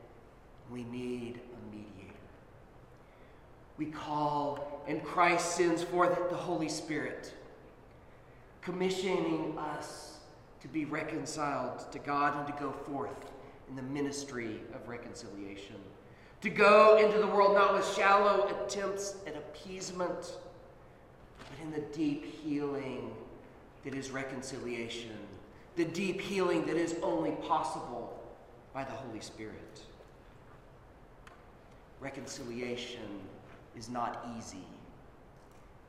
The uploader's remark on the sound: Sermon at Holy Trinity Anglican Church